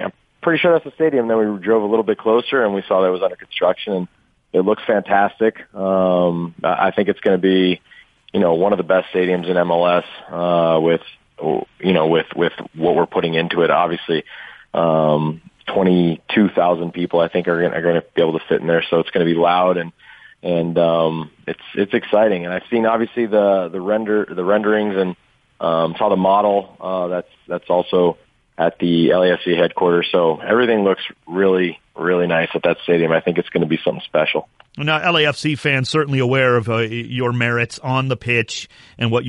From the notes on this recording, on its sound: Listeners call in and give their thoughts